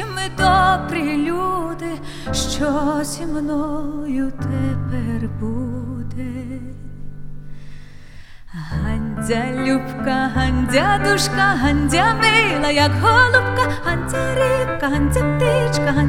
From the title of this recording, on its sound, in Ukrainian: концерт в Чикаго 26-го Травня, 2018 року.